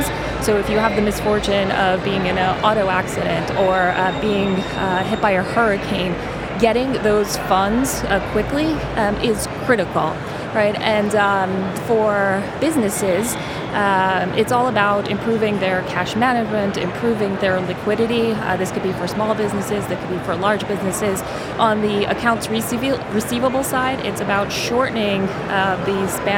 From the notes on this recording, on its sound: Recorded at Money20/20 USA. The event took place at The Venetian, Las Vegas. We recorded a series of interviews from the Instnt's booth with a number of the speakers and attendees at the event.